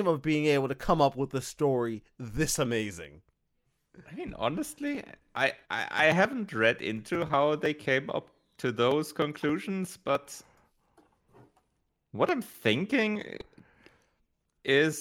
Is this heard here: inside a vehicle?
no